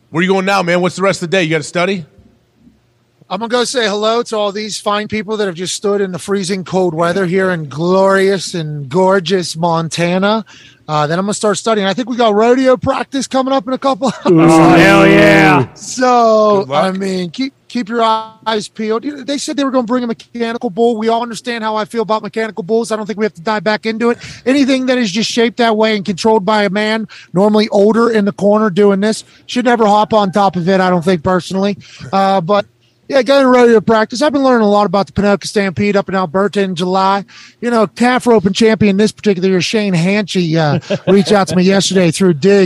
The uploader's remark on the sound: LIVE from the College GameDay set in Montana in icy cold and snowy conditions